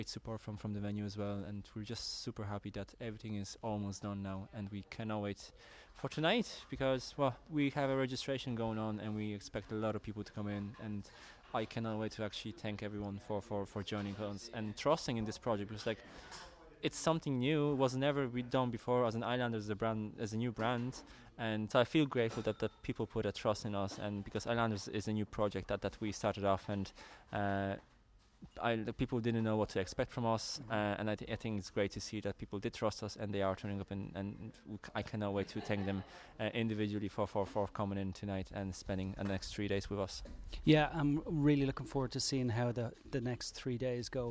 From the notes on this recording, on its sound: First in a line of short recorded from the Islanders Conference in Kilkenny Ireland.